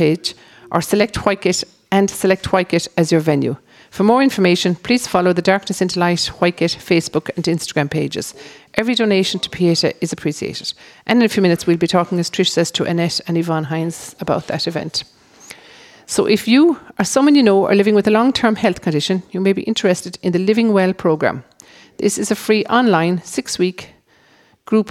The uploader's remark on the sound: as broadcast live from Whitegate GAA Hall.